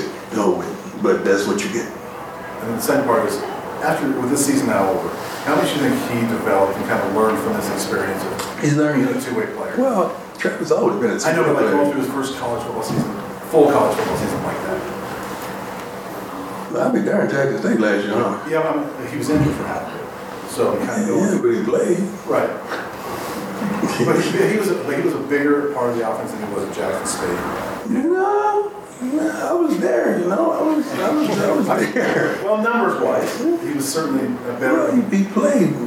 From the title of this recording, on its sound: Post-game press conference